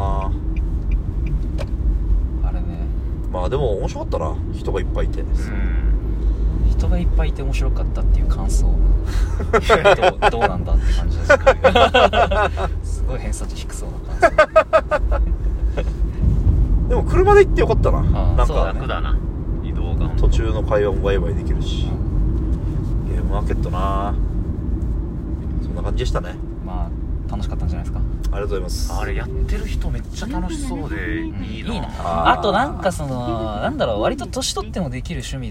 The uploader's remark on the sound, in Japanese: ゲムマに行った帰りの車内で録りました